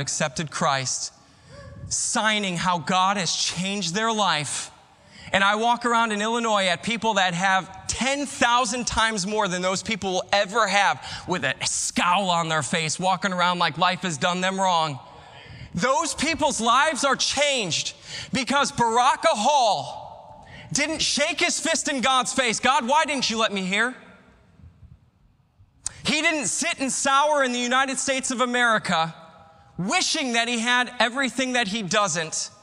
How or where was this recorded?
large echoing room